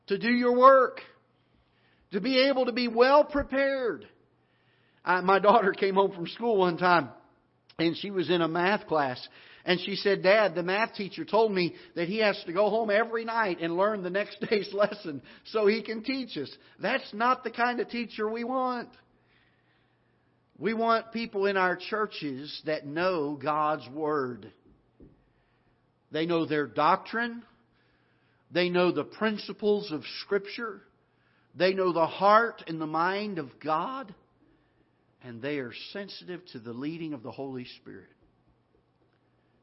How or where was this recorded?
large echoing room